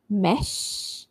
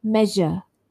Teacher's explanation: So sh, voiceless, as in the word mesh. And then zh, voiced, as in the word measure